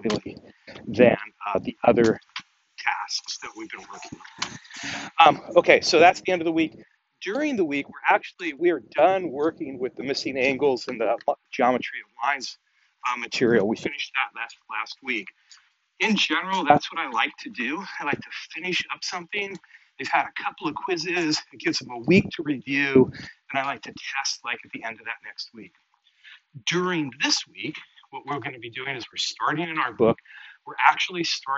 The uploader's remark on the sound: It was recorded while I was walking. Apologies for sound quality.